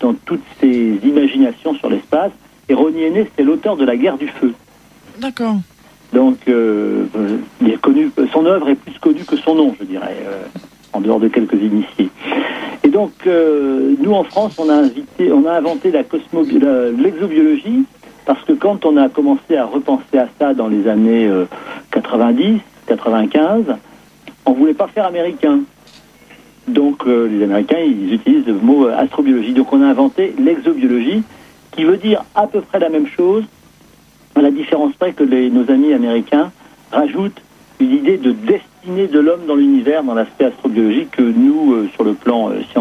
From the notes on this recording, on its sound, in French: par téléphone